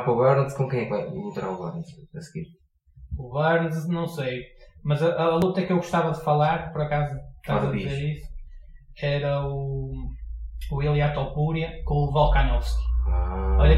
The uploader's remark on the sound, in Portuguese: Aviso: tivemos problemas técnicos e a qualidade do som não é a que gostaríamos.